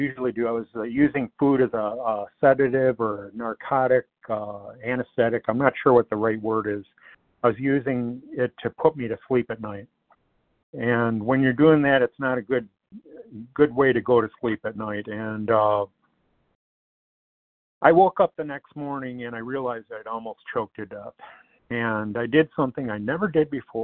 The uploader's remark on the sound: 100 Pounders Phone Meeting